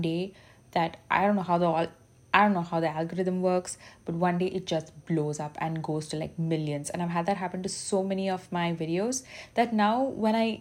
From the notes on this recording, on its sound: turn my voice recorder on on my phone and just talk, raw & unfiltered